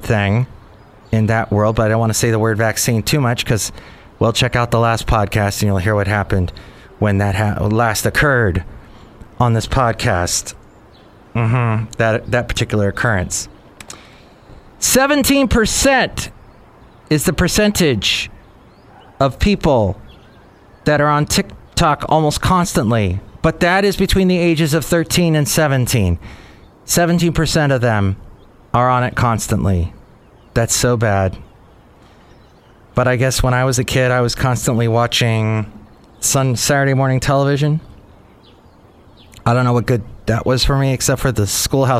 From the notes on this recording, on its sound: podcasts live from Café Anyway